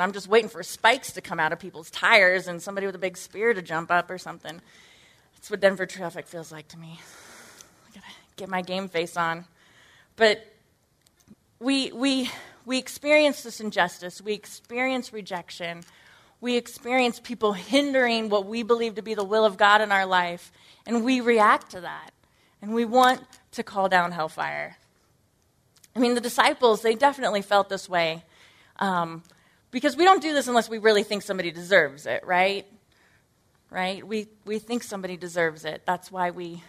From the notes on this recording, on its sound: Originally recorded at NorthRock Church on March 12, 2018.